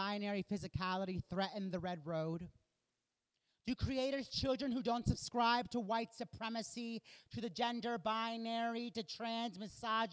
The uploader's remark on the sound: Live show.